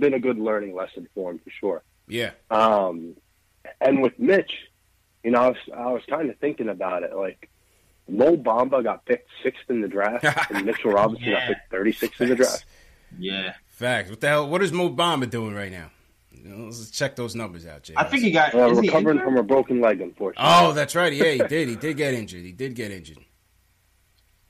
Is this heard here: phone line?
yes